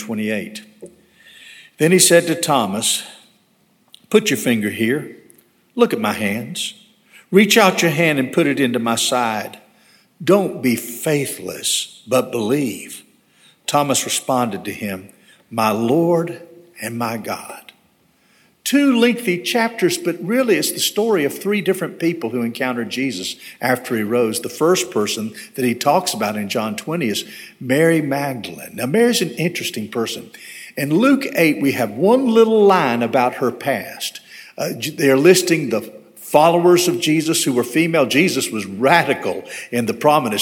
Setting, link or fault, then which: setting, large echoing room